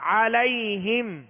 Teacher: ع لام یا زبر لی علی ہا میم زیر ہم علیہم عین کو درمیانی حلق سے ادا کرنا ہے